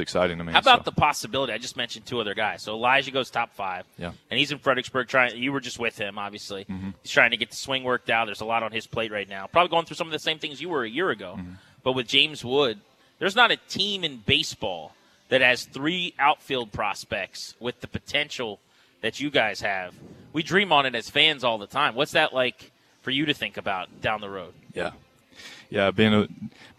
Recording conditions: busy venue